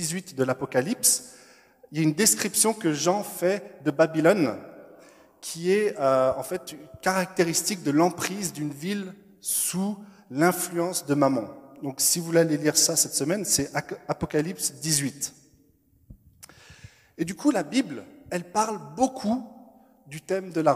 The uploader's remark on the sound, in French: Enregistré à l'église CVV, le 07/02/2021